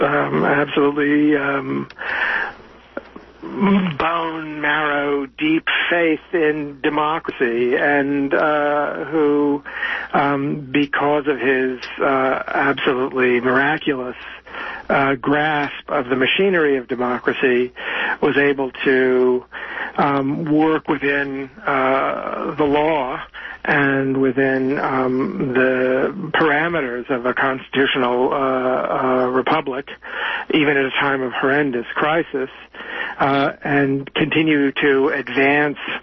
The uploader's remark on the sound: Is interviewed live by phone.